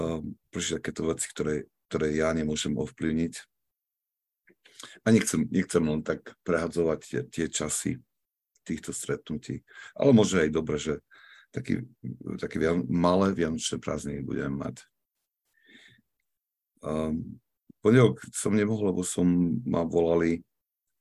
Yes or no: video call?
yes